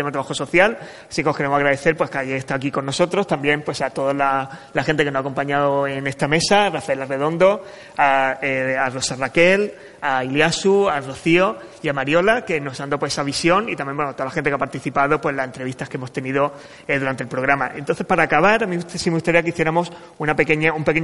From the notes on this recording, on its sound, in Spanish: Programa de radio grabado en el salón de actos de la Facultad de Estudios Sociales y del Trabajo de la Universidad de Málaga.